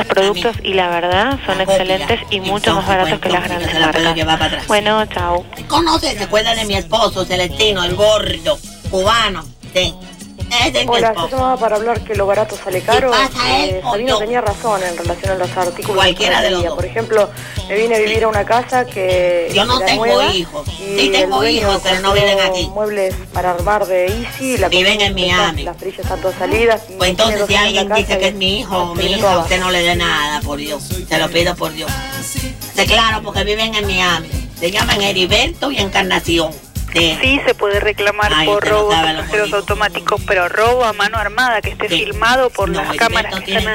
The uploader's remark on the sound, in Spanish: charla con alguien por teléfono